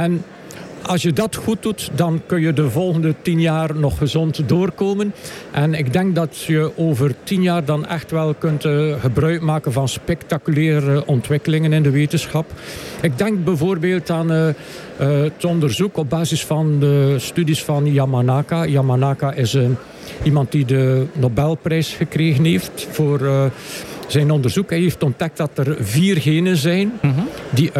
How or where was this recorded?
busy venue